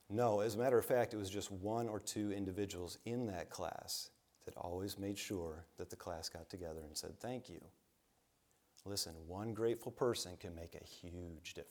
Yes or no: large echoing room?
yes